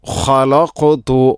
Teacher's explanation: വമൻ ഖലഖ്തു, ഖലഖ്തു, ഖ തൊണ്ടയുടെ ഏറ്റവും മുകൾ ഭാഗം, ശേഷം ഖാഫ്. ഖാഫിന് സുക്കൂനാണ്, അതിനെ ഖൽഖല ചെയ്യണം. ഖലഖ് അത് ചെറുനാക്ക് ആണ് അതിൻ്റെ മഖ്റജ്.